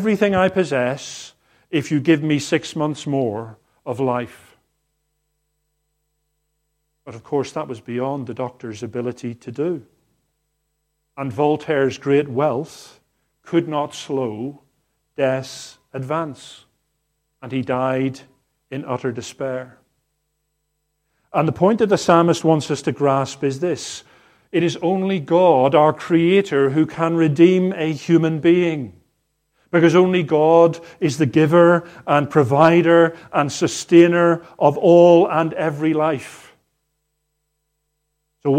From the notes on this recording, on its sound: Harvest 2022 service recorded on the morning of the 25/09/2022